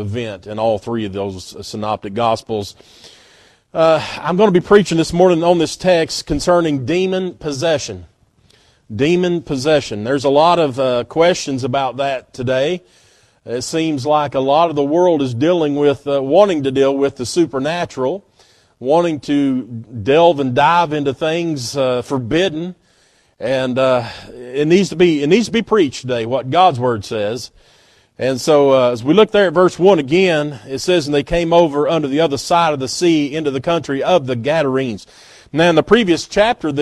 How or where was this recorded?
large echoing room